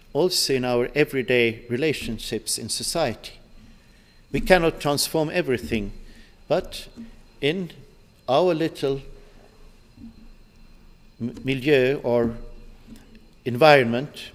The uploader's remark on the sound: delivered this address on March 13, 2018 at the University of Chicago's Swift Hall.